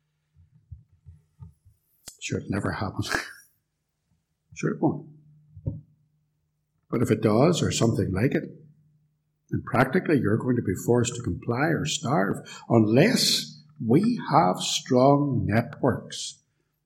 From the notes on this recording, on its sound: A lecture recorded live at Templepatrick Reformed Church and used with their kind permission.